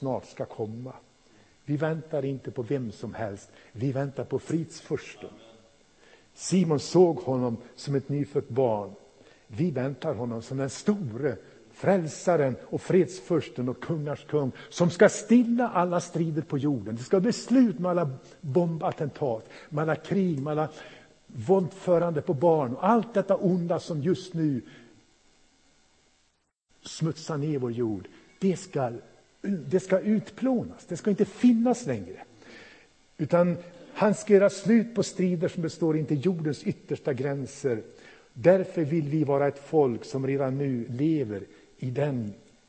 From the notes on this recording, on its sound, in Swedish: Inspelad i Pingstförsamlingen i Mölndal 2017-01-08.